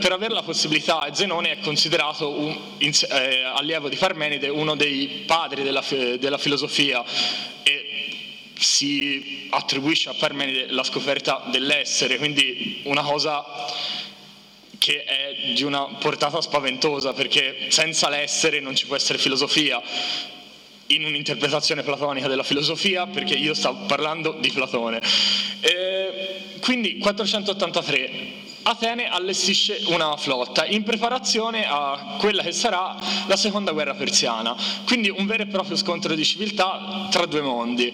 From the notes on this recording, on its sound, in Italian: Direttamente dal festival della filosofia di Firenze